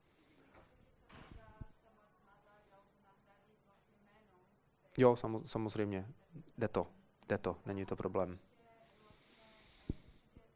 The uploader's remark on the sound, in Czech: Audiozáznam z praktického workshopu aplikací Chytrý web makléře a Chytrý web poradce.